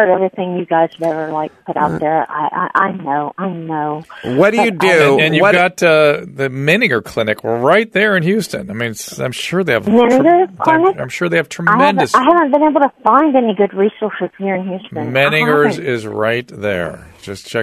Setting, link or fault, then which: link, phone line